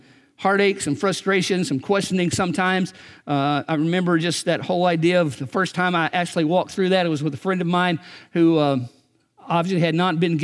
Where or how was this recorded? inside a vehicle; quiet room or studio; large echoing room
large echoing room